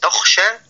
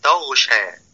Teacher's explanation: من الناس من يبدل حرف الخاء غينا إذا سكنت · Shown in: second take